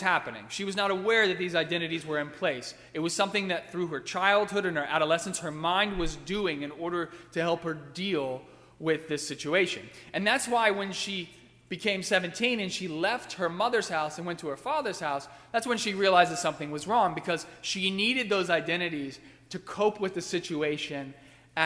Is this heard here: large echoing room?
yes